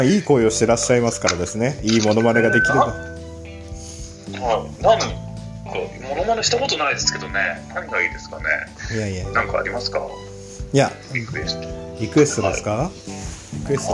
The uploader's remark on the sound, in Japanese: クラブハウスの布教活動の様子。クラブハウスでみんなの同意を得て収録しました！